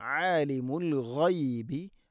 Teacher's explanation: ആലിം ഐൻ തൊണ്ടയുടെ മധ്യഭാഗം, ആലിമുൽ ഗൈബി അൽ ഗൈബ് ഗൈൻ, ആലിമുൽ ഗൈബി ഗൈൻ തൊണ്ടയുടെ മുഗൾ ഭാഗമാണ്.